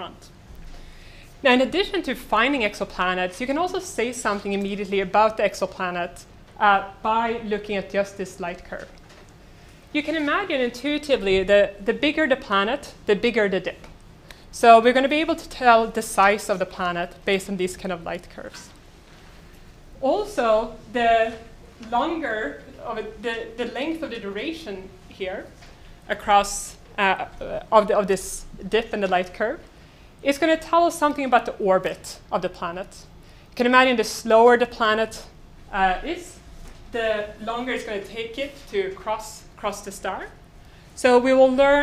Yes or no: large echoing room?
yes